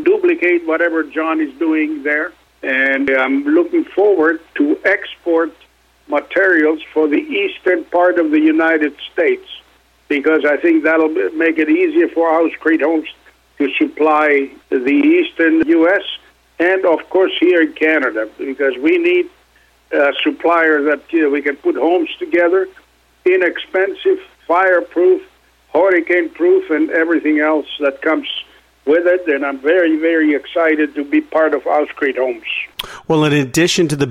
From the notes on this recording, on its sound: called in to SmallCapVoice